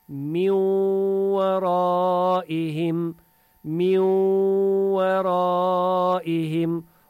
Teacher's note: Nun sakinani girdirik vav içine. · Term: İdgam